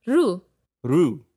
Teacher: Ruye. In conversational speech, the ye gets dropped and the word becomes simply ru.